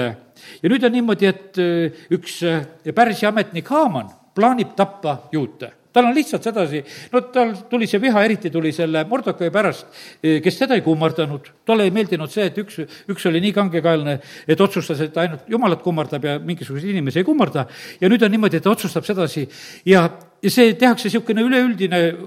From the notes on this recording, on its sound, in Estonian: Audio salvestus koosolekult